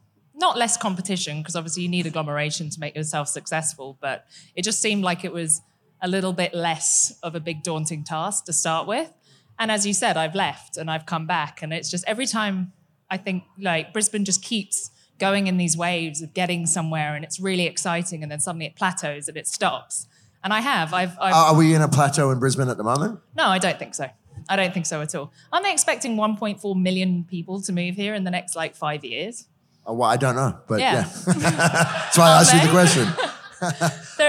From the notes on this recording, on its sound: This episode is a recording of a panel chat I had up in Brisbane as part of Paramount Liquor’s Future Proof event